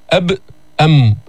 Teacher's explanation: الميم مخرجها من الشفتين، وتخرج بانطباقهما كالباء